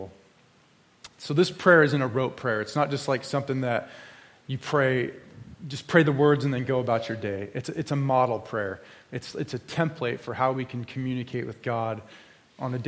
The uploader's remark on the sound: This sermon was preached at Crosswater Community Church in Sultan, WA on 7/16/23